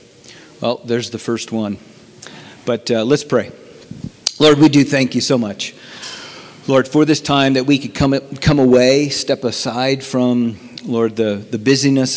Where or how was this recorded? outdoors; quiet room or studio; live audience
live audience